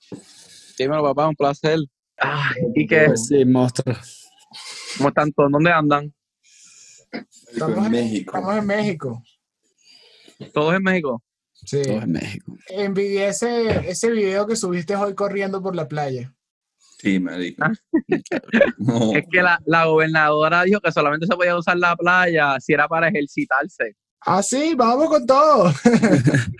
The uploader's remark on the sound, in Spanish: hablamos vía Zoom